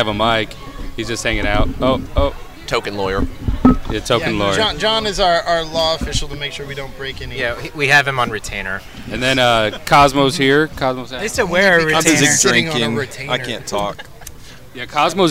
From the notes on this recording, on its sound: At Bender Bar & Grill. The guys at Bender kept feeding us shots and beers. We end up with about 8 drunk idiots trying to use 4 microphones and even get strangers to join us. Then we're too drunk to record anymore so we decide to jump a fence to go swimming somewhere. Good luck making it through the horrible editing in this one.